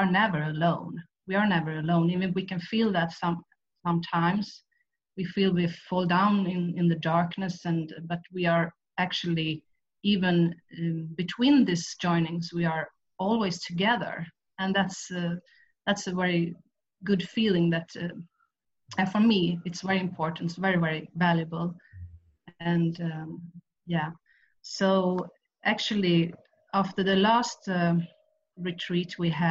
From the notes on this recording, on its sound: Q&A session from the "Prayer—The Medium of Miracles" online retreat